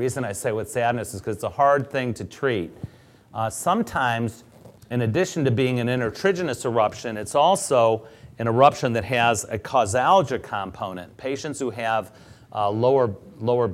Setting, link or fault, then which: setting, live audience